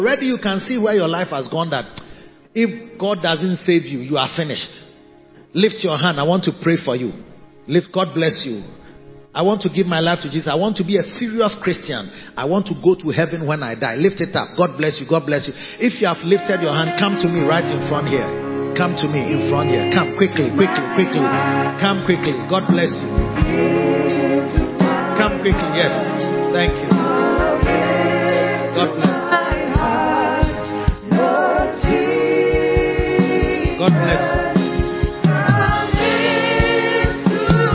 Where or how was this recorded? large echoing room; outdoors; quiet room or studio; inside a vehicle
large echoing room